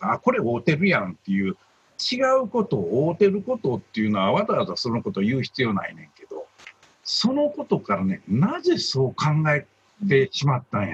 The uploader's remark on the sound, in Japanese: ようは会ラジオは、今回もZoom収録。